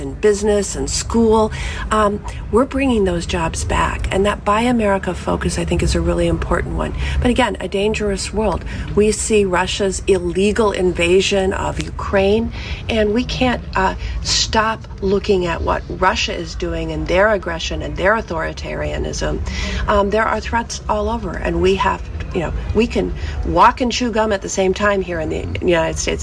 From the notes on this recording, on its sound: LIVE from the Wisconsin State Fair